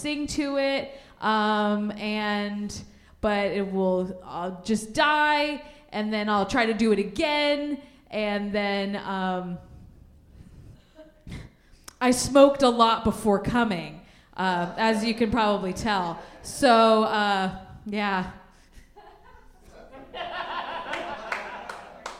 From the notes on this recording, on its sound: live show recorded in Bristol Tennessee